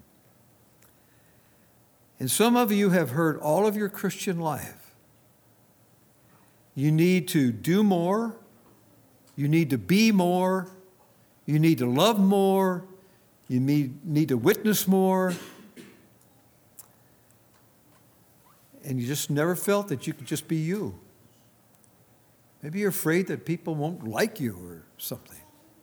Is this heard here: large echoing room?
yes